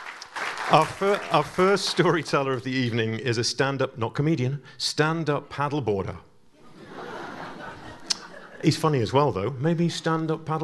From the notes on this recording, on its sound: We gathered to enjoy eight stories presented in front of a live audience at Seattle's McCaw Hall.